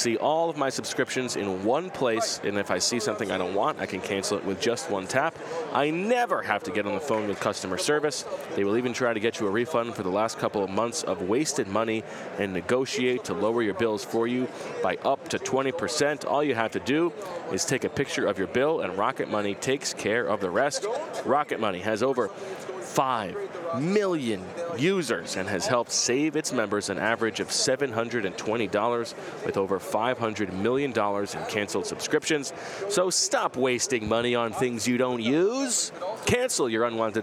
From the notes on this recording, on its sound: Live from radio row at the Super Bowl in Las Vegas